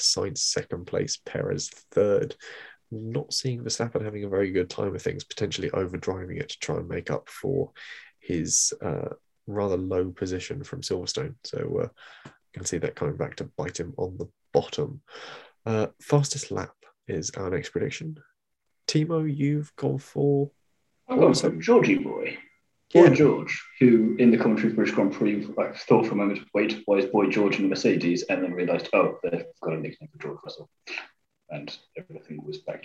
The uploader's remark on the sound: I think the audio for this one is a bit pants, so sorry about that.